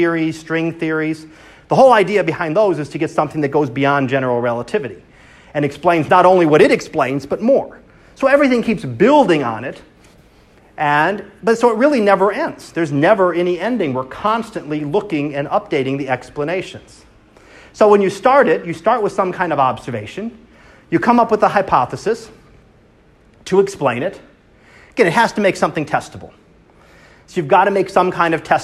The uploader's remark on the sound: Live Class Lecture